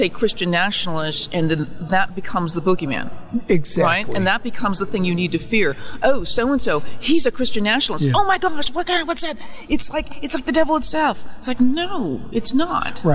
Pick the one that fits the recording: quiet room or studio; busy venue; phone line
busy venue